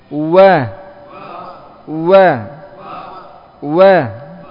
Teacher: Wawu makhrajnya adalah antara dua buah bibir, ya, dengan cara menghimpunkan dua buah bibir bawah dan atas, ya, dan tidak merapatkannya, menyisakan padanya celah.